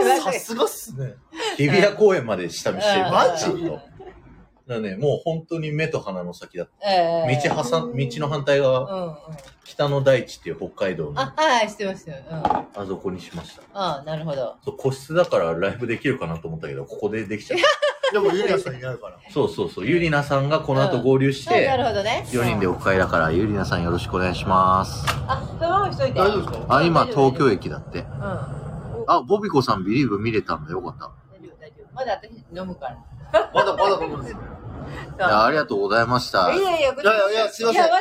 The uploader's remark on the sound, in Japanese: まんぷく食堂からゲリラライブ